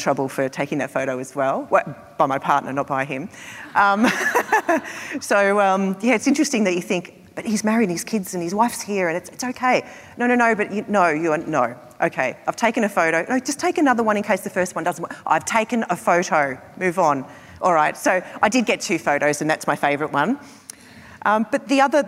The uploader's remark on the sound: This show was recorded at our recent Flying Solo Live event in Melbourne.